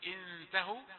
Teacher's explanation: غنة مرققة لان بعدها تاء